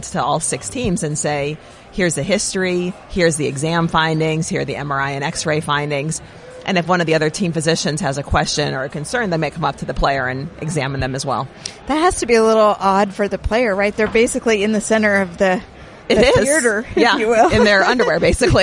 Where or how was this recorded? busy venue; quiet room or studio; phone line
busy venue